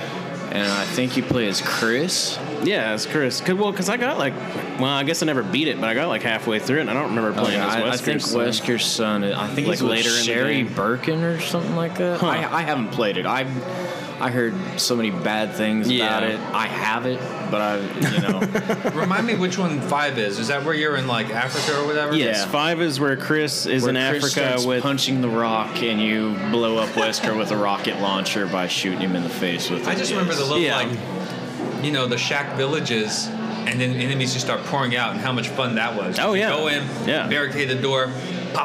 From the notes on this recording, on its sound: Recorded live from a bar! We were still working out the kinks back then.